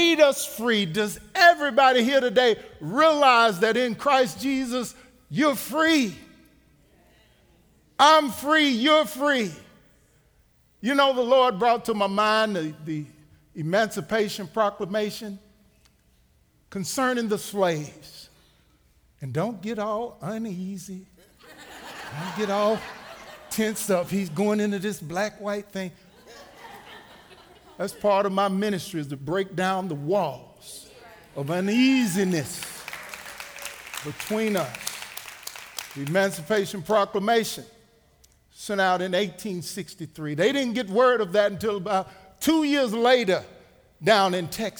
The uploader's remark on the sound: Recorded live at The Fellowship at Two Rivers